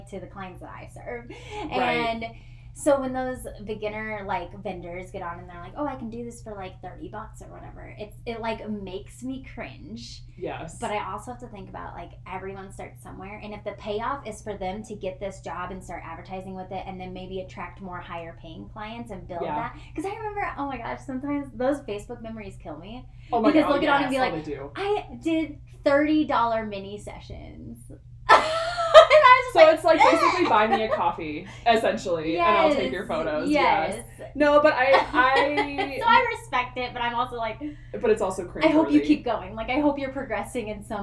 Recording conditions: uneven or low level